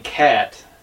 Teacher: but cat is a more forward ah sound. In the front of your mouth.